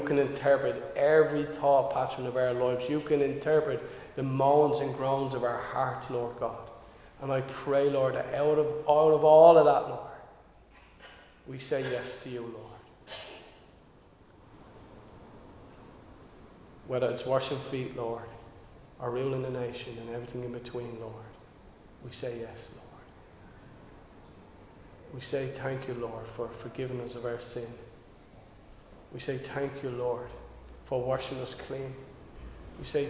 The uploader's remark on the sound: Recorded live in Liberty Church on 28 August 2022